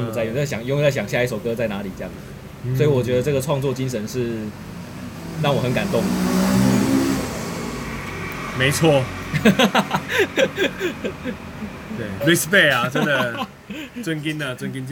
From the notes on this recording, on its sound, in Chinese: 錄音地點：牽咖啡 Chen Coffee